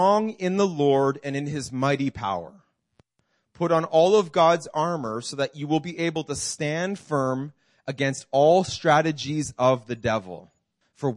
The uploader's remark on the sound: This message was preached in June 2019 at Freedom Life Church in Kitchener Ontario.